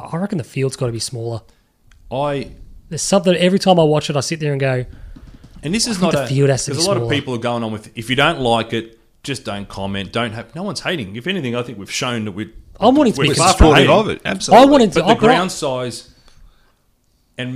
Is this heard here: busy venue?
no